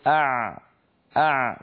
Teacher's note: تجدون بأن صوت العين فيه شيء من الامتداد ولكنه ليس امتدادا كاملا